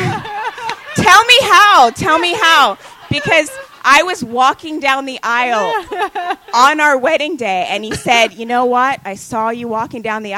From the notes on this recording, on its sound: Live show monthly at KGB Bar in NYC.